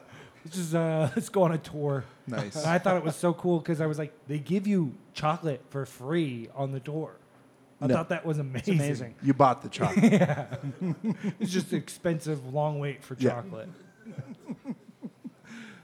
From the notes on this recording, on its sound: This episode - our second live one EVER - is packed.